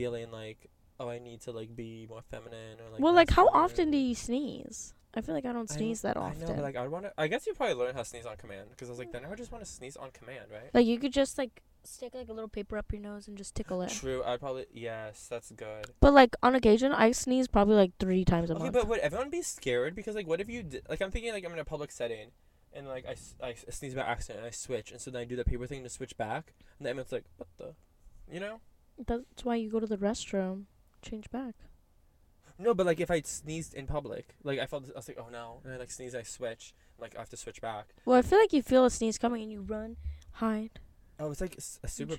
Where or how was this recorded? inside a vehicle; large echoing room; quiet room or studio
inside a vehicle